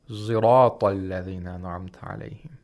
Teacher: it's something in between a Sad and a Zay. It's not exactly a pure Zay.